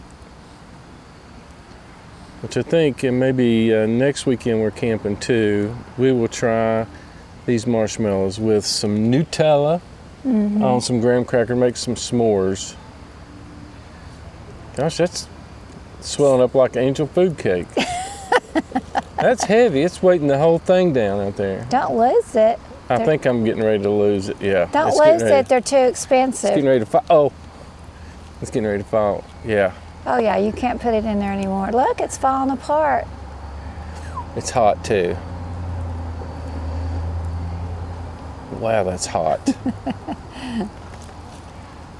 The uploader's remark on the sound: Fireside Chat from Adventure Bound campground in the Smokies!